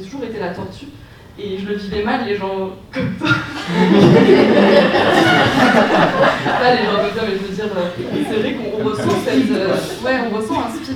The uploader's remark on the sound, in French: Retrouver la rediffusion de la conférence sous forme de podcast.